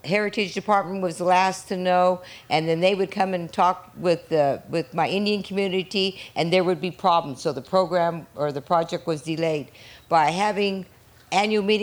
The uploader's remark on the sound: Recorded at the 2013 Bioneers Conference.